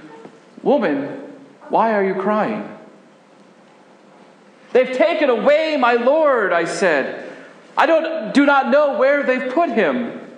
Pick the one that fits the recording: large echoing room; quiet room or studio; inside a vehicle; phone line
large echoing room